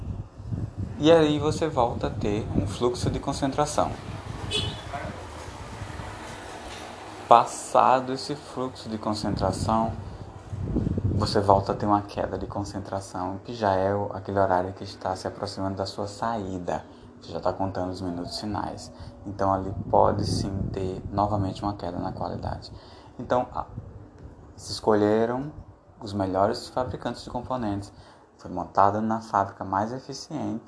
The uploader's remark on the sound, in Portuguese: Desculpem pelo som de motor de motocicleta ao fundo.